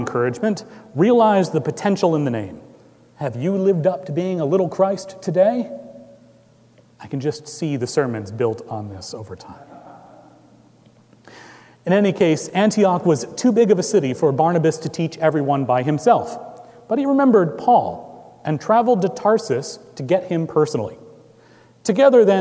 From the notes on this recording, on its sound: Recorded live on July 1, 2018 at Trinity Presbyterian Church in Bixby, Okla.